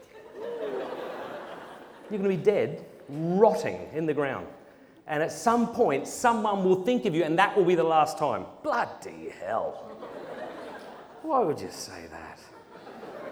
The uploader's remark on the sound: Presented at Purpose Conference 2023.